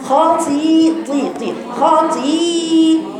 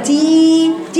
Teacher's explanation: الطاء بقول لك أثر الكسر فيها لأن دي بين الطاء، لازم تبيني لي فيها الإطباق · Shown in: first take